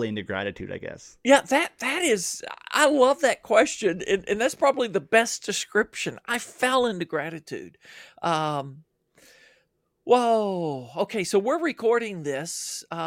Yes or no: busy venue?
no